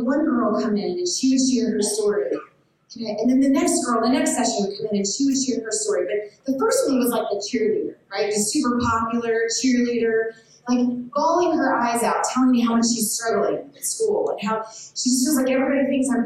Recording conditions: poor sound quality